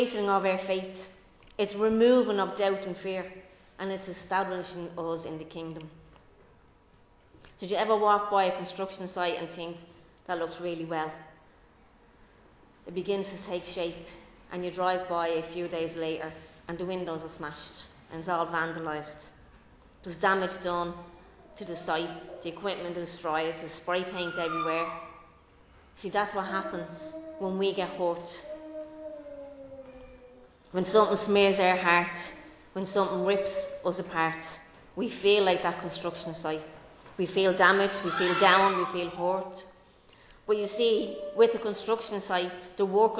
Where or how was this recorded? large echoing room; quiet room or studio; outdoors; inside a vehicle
large echoing room